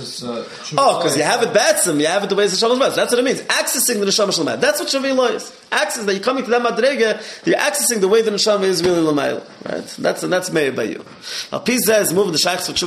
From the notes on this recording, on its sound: Live Shiur